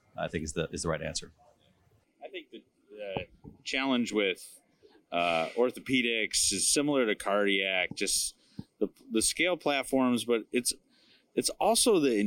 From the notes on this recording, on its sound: Live at HPE Miami. Live at McDermott’s annual Health Private Equity event in Miami.